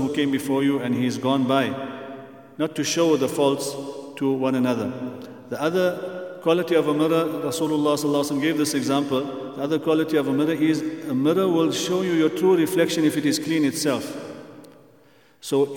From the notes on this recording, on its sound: at the Houghton Masjid (West Street)